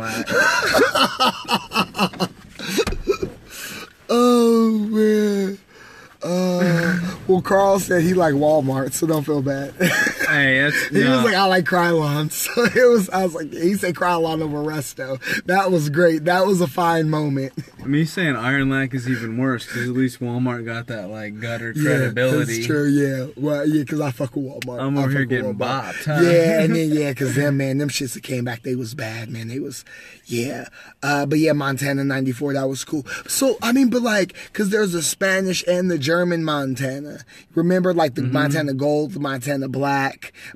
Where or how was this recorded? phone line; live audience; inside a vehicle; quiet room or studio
inside a vehicle